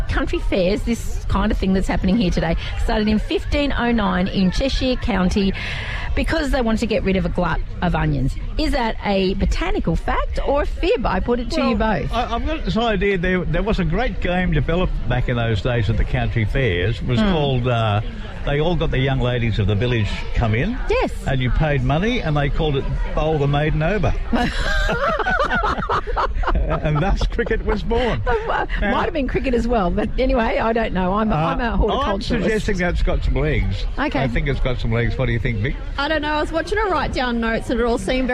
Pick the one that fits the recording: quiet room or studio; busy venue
busy venue